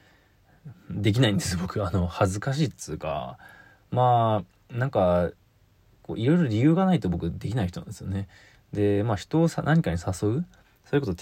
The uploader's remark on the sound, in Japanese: ボイスメモです。